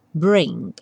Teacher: embora ela seja uma consoante oclusiva e normalmente a gente vá pronunciá-la bring. Bring, ou seja, o G bem sutil